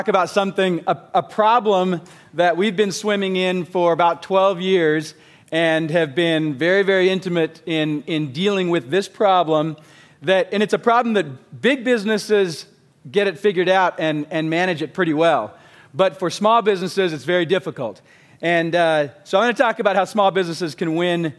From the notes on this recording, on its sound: Recorded live at the Genius Network Annual Event.